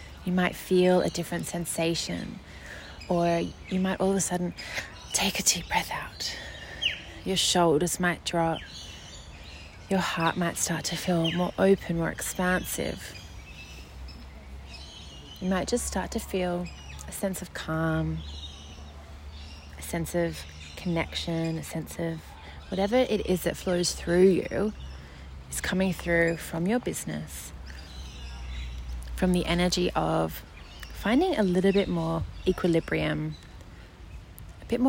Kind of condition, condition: setting, outdoors